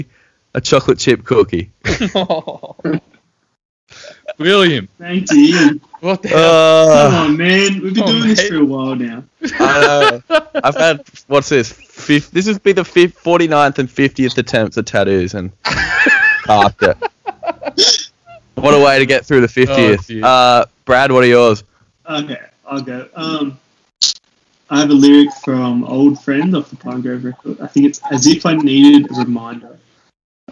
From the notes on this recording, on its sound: Yep, we cooked the audio again.